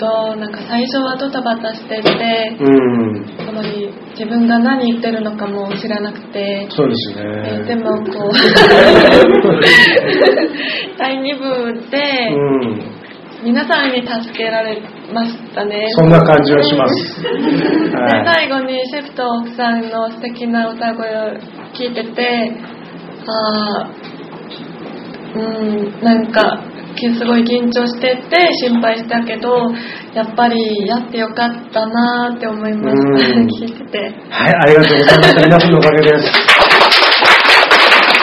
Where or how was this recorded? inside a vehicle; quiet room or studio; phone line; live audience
live audience